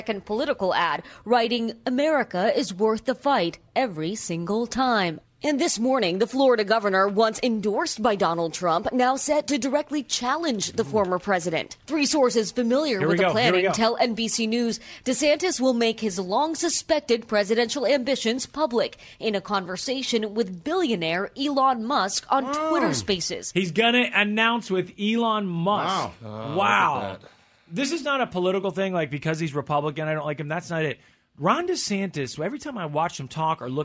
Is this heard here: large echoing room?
no